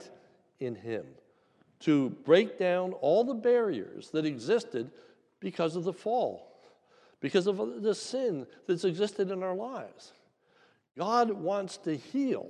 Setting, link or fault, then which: setting, large echoing room